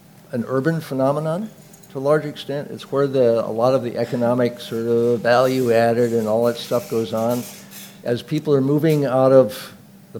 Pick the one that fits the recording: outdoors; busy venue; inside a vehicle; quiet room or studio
busy venue